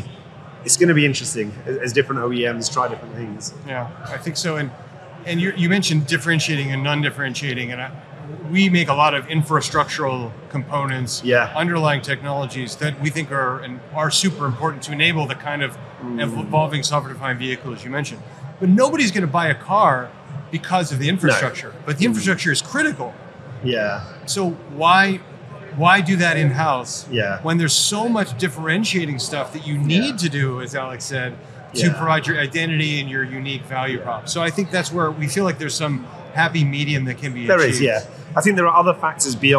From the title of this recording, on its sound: Live from AutoTech: Detroit